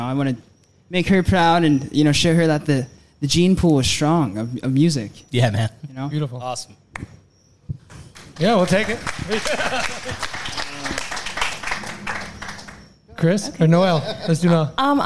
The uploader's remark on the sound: Live from the Love Local Courtyard Concert Series.